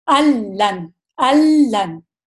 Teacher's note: نون ساکن کے بعد لام آ گیا ہے، تو یہ کمپلیٹ مرجنگ کامل ادغام لیکن بلا گناہ کے ساتھ